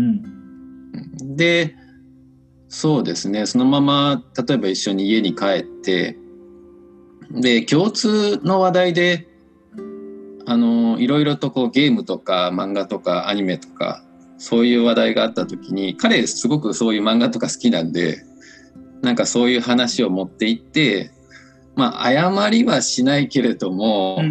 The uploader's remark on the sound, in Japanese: コラボ収録。はじめてのweb対話収録！